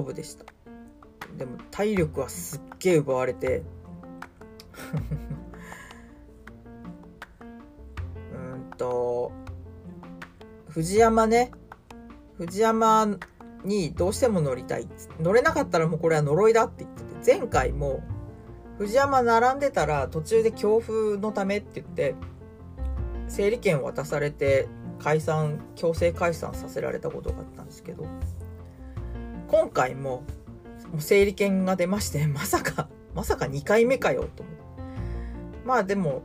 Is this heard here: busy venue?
no